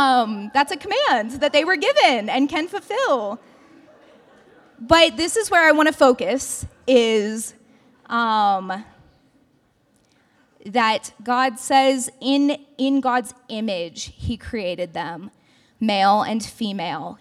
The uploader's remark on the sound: This is a recording of CSU Chi Alpha's Outpost service